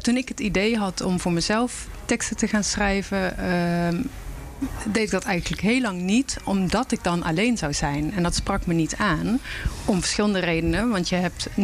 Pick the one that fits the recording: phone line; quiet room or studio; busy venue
busy venue